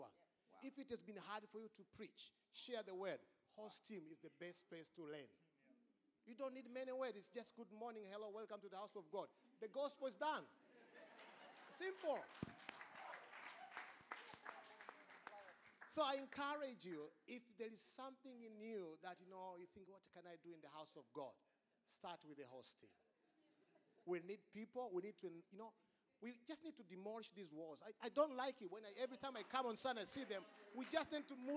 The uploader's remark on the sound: Recording of this took place on Sunday 18th February 2024 during the 10am service. This is a different kind of message as it is a panel.